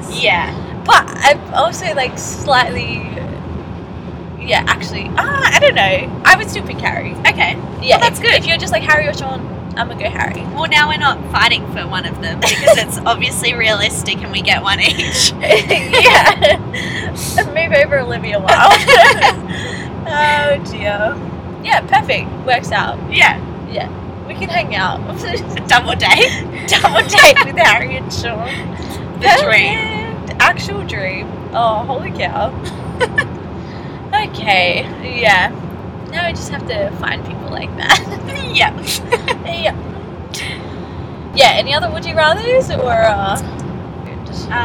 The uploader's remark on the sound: my apologies if the audio is sucky